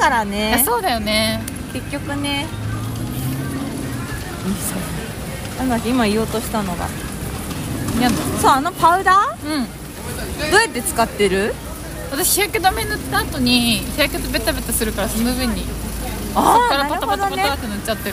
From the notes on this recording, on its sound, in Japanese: 新大久保ぶらり二人旅。雨が降っていて、外での歩きながらの収録だったので、他の人の声も入ったりとお聞き苦しいかとは思いますが。